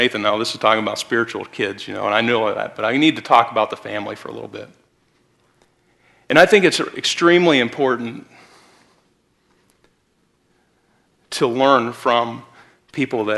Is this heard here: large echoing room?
yes